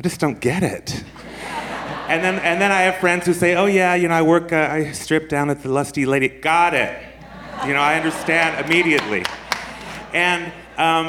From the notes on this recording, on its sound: This was recorded at our San Francisco Sketchfest show of January 27, 2017.